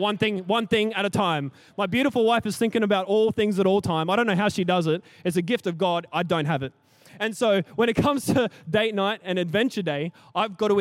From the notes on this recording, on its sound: Recorded during our 5pm service on Sunday, the 2nd of April 2023